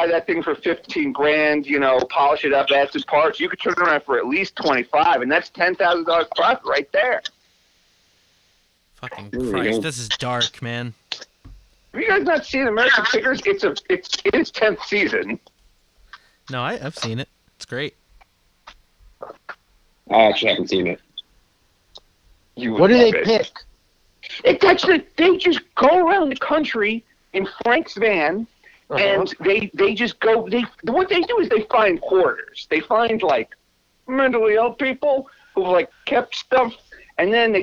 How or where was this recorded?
phone line